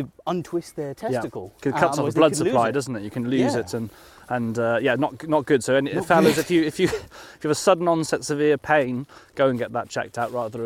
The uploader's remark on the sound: a beautiful snowy stomp in Greenwich Park